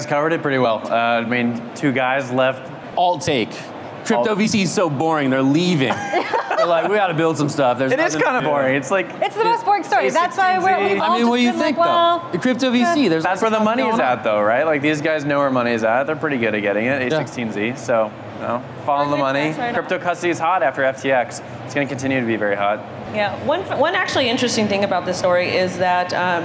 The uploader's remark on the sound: "The Hash" is live from Consensus in Austin, Texas